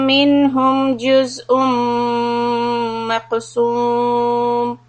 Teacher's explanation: ميم شدة إدغام with غنة and قاف سكون قلقلة